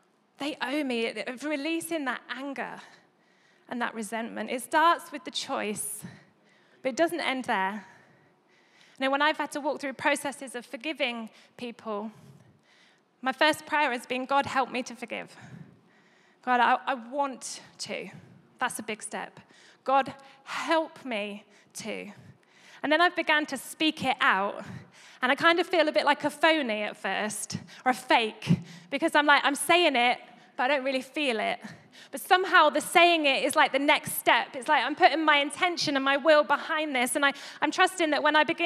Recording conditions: large echoing room